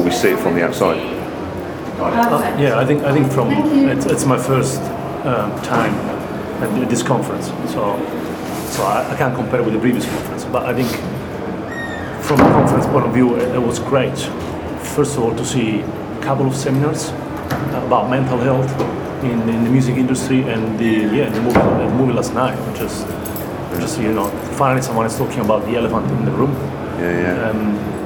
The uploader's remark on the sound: Live at the Brighton Music Conference